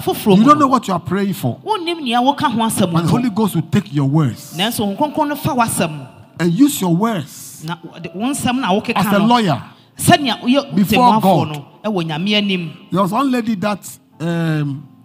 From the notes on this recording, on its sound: Preached at LCC Goshen